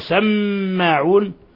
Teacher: الميم مشددة تغن مقدار حركتين